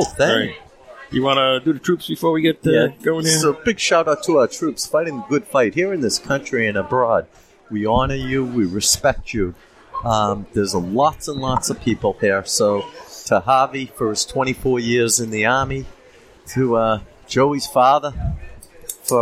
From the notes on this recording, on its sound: Find ourselves at Grumpy’s to record for the second week in a row. We are two days in to Hackapalooza 6.0 and find ourselves at Grumpy’s to record for the second week in a row. Grumpy’s Cigars & Lounge; Hudson NH.